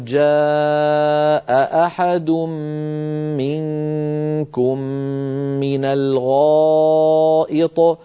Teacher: فلما التقت الهمزتان وجب البيان بحيث يظهر صوت كل من الهمزتين على حدة. أو جاء أحد منكم من الغائط، فلننتبه إلى بيان الهمزات وأيضا إلى بيان هذه الغنن المتتالية أحد منكم، ثلاث غنن متتالية فعلينا أن نوضحها.